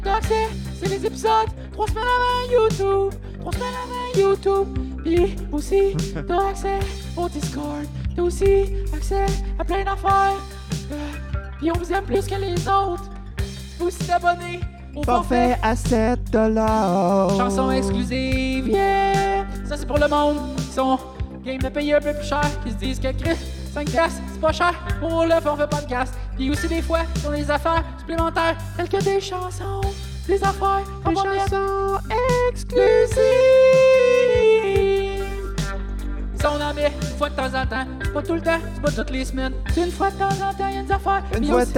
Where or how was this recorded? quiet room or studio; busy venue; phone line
busy venue